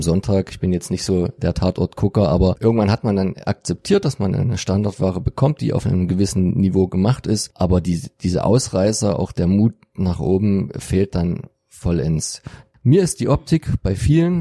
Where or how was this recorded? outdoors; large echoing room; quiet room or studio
quiet room or studio